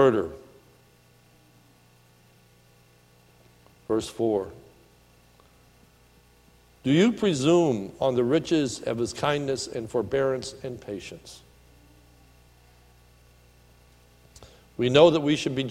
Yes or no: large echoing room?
yes